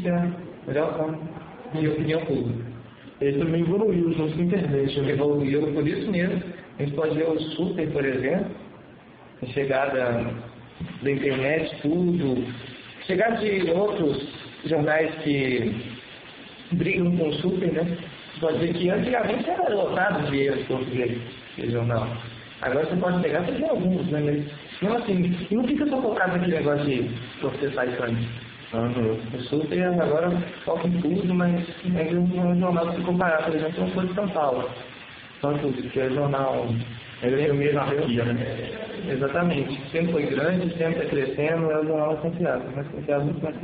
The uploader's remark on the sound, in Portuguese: O audio teve alguns problemas novamente mas nada que atrapalhe o projeto.